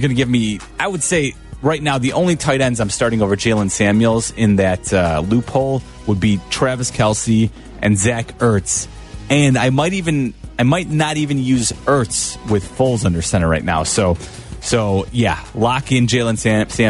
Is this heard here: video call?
no